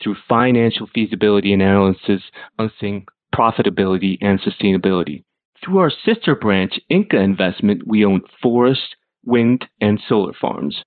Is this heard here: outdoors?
no